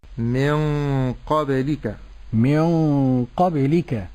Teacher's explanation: القلقلة في الباء يجب أن تكون ظاهرة وواضحة وبينا مقلقلا إن سكن.